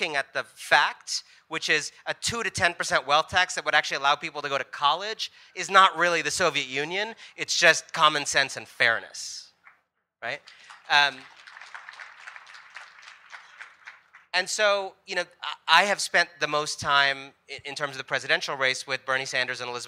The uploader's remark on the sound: A live session from #JaipurLitFest2020.